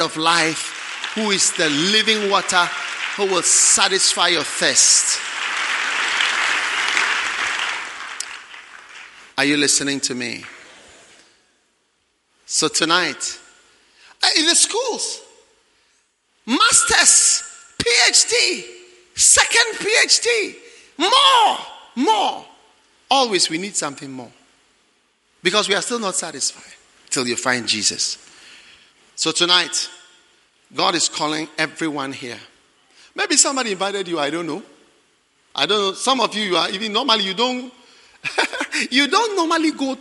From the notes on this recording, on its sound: Preached at the 'Take My Life' Concert, First Love Center.